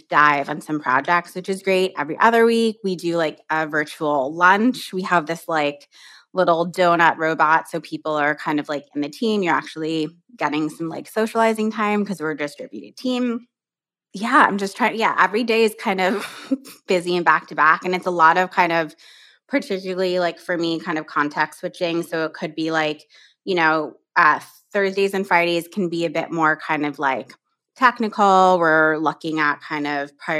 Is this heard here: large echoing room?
no